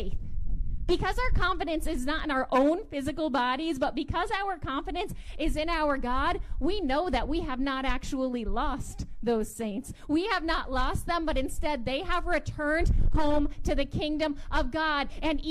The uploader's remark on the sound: Audio from August 7 outdoor worship